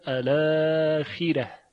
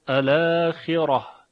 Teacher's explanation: ورش در تمام حالات میخواند الاخره، که حرف را رو هم ترقیق میکنه · Shown in: first take · الاخره، اما حمزه کوفی فقط در حالت وقف اون هم در یکی از وجوهش الاخره بیان میکنه که با تفخیم را همراه هست.